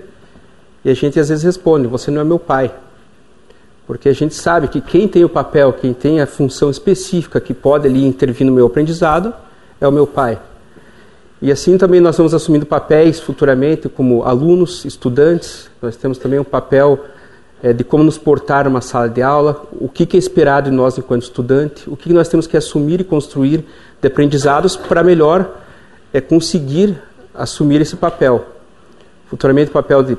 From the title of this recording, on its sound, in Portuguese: Palestra ao Público